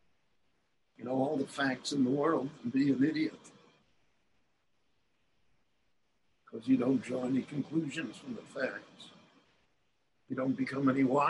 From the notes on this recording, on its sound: The following lecture was delivered LIVE in Jerusalem via Zoom on January 28, 2021.